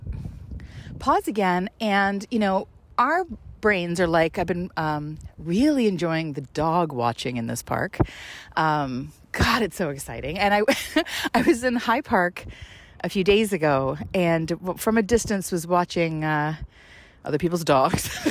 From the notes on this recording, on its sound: takes us on another windy stroll outdoors